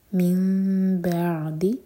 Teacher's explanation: عین ساکن پر تھوڑا ٹائم دیں تاکہ جھٹکا نہ ہو